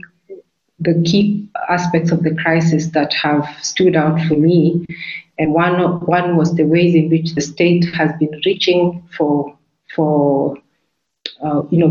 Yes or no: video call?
yes